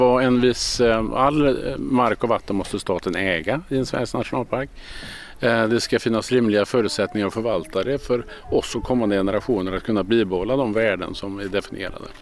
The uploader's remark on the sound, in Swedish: Live från Kosterhavets nationalpark